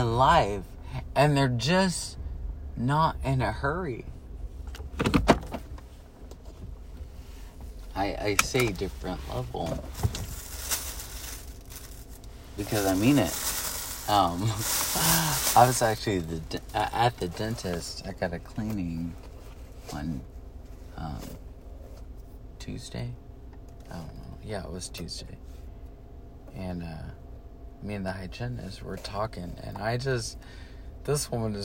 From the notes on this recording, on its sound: Driving to work and not in a hurry.